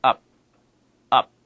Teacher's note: The air almost comes in. You don't go out with it, you come in with it.